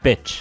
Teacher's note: Meio que um i, meio que um e